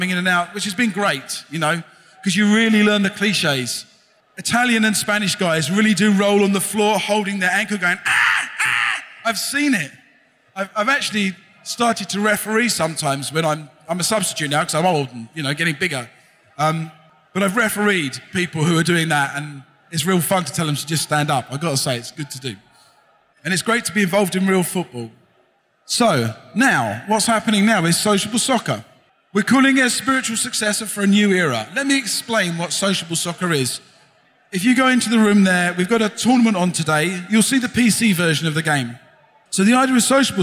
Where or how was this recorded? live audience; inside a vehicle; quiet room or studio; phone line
live audience